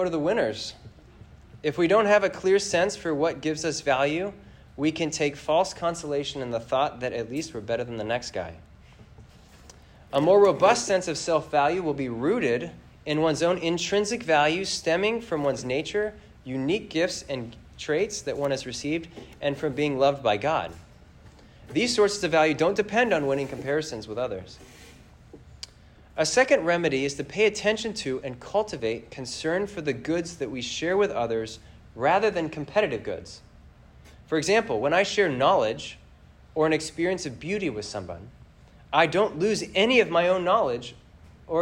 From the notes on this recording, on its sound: This lecture was given on September 24th, 2023, at the Massachusetts Institute of Technology.